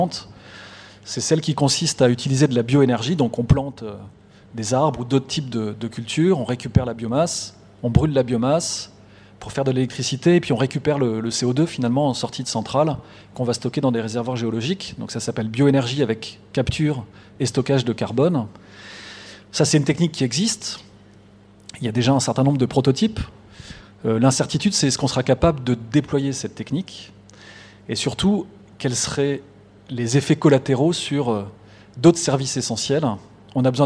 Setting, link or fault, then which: setting, large echoing room